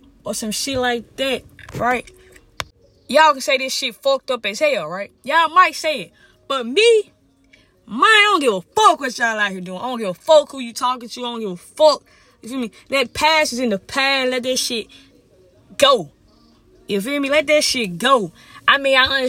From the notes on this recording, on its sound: Uncensored Parked Car Conversation.